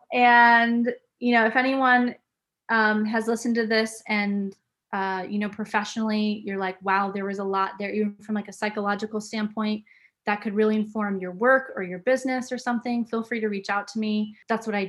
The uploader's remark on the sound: This podcast was recorded online on the 4th May, 2021